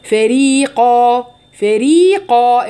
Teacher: ارفع لسانك عند القاف، لكن فري كلها الفاء والراء والياء كل دول مرققين